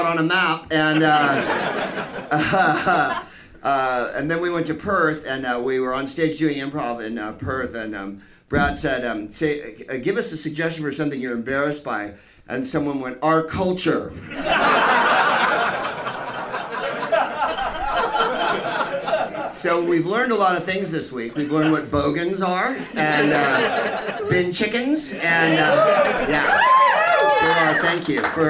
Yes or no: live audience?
yes